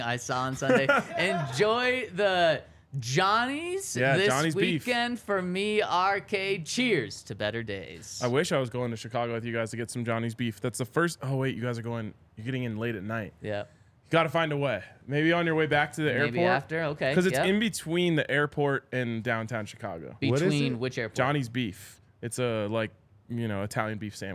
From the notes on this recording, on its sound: coming to you LIVE from the DNVR Bar